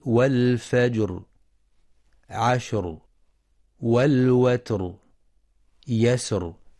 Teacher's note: فتفخم الراء في والفجر، عشر، والوتر، يسر لسكونها بعد ساكن مسبوق بفتح